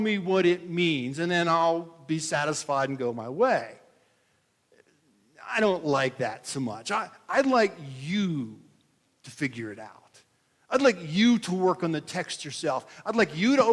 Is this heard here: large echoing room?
yes